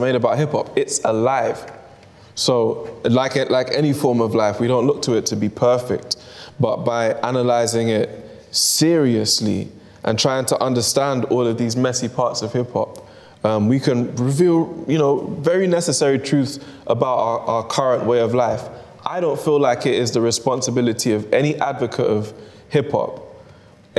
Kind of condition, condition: setting, busy venue